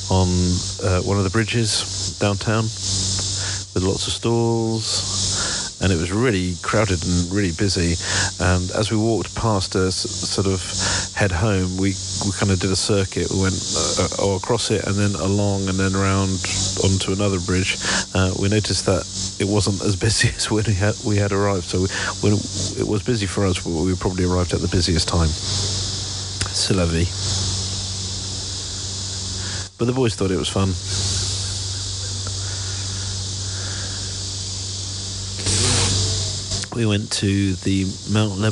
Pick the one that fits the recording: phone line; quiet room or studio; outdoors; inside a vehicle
outdoors